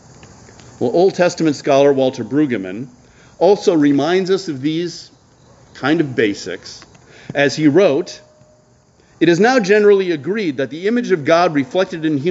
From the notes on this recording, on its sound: preached outdoors at Lorel Park in Skokie